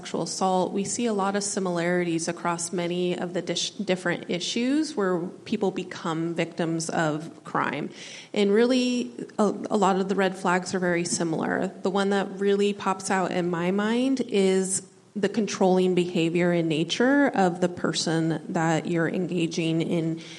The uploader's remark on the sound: A panel of local professionals answer audience questions. This program was presented by the Alaska World Affairs Council and was recorded at Bear Tooth Theatrepub.